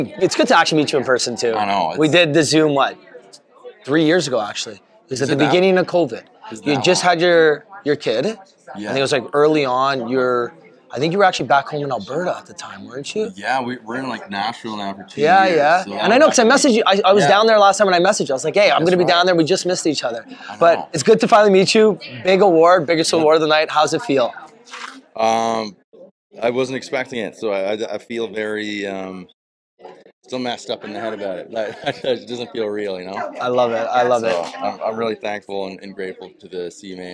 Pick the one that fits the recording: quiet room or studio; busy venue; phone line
busy venue